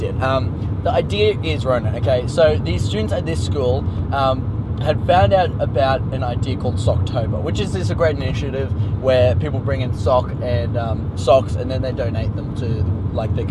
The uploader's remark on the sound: Recorded live in the car during a long drive to Mildura.